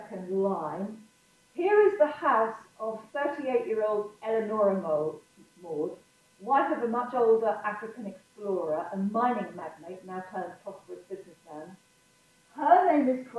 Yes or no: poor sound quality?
yes